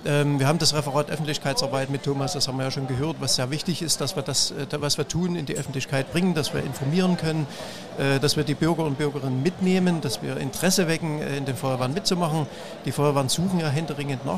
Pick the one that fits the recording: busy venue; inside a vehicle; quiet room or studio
busy venue